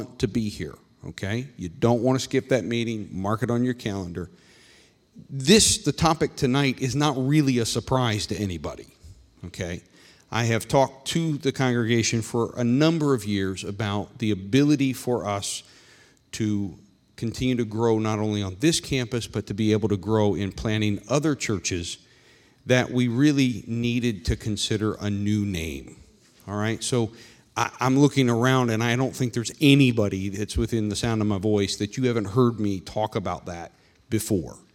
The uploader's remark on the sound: This meeting was recorded live on August 22nd, 2021 at Newark UPC.